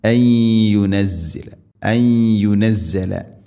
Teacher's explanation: സുക്കൂനുള്ള നൂനിന് ശേഷം യാ, നൂനിനെ യാഇലേക്ക് കൂട്ടി ലയിപ്പിച്ച് മണിച്ചുകൊണ്ട് ഉച്ചരിക്കണം. ഇദ്ഗാം ബിഗുന്ന അൻ യുനസ്സല അൻ യുനസ്സല.